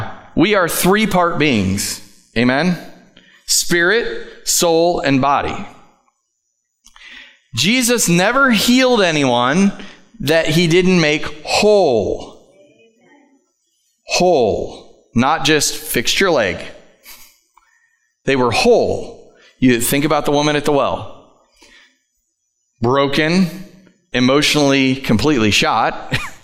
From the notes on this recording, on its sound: Live from The Summit Church in Dover, OH